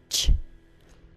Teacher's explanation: The final part of the CH sound, ch, is basically an SH sound.